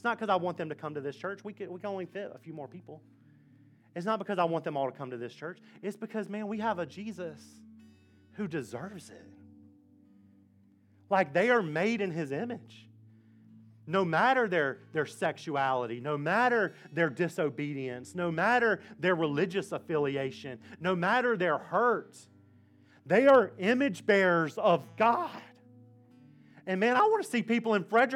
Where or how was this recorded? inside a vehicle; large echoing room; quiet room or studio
large echoing room